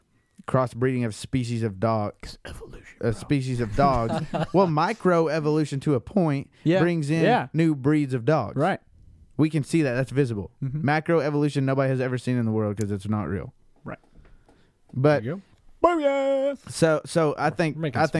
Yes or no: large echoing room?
no